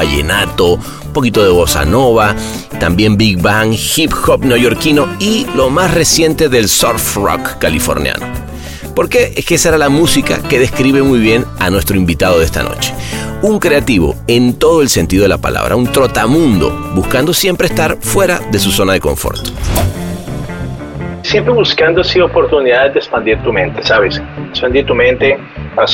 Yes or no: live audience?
no